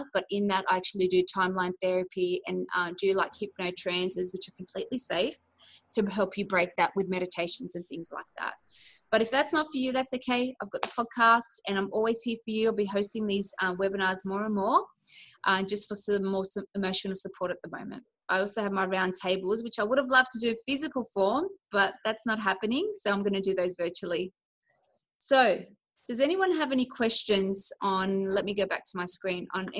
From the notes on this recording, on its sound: Recorded on a LIVE Webinar. I share my knowledge with a group of amazing women eager to Master their 'Mindset'.